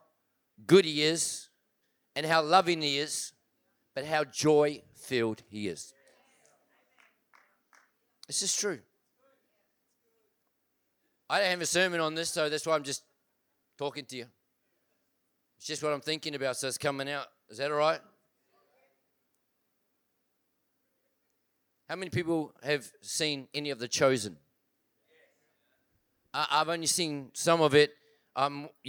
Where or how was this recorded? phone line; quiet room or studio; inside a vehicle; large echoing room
large echoing room